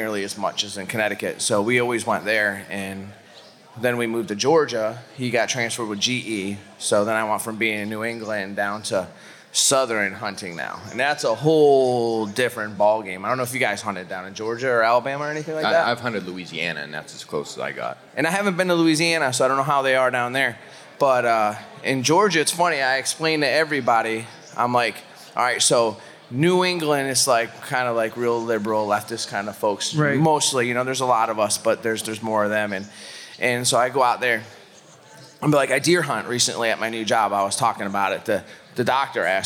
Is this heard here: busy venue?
yes